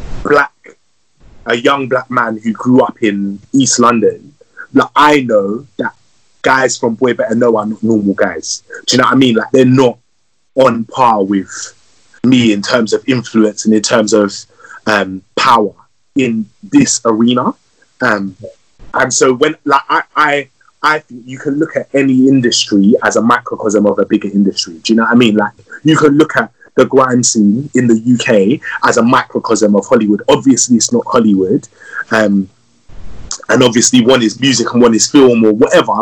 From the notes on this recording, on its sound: This Episode was recorded via Instagram Live and Skype